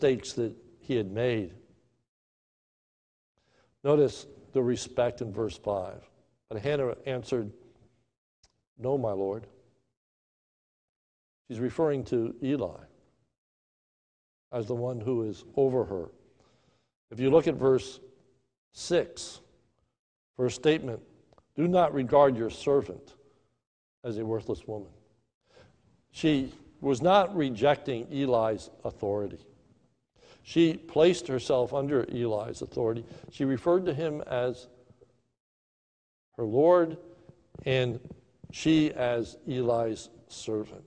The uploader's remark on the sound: recorded live at the Lebanon Bible Fellowship Church in Lebanon, PA on 6/7/2020 at 10:45am